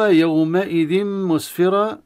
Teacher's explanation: ثم يومئذ مسفرة تنوين مرة أخرى بعدها ميم، وهذا هو إدغام تام التام كما تكلمنا قبل آيتين، لأن أدغمنا التنوين في الميم، الغنة من التنوين أتى الميم فأصبح إدغاما تاما